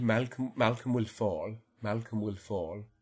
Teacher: Energy of the tongue tip contact at the front seems dominant, and there is less retraction, bunching, raising happening in the back.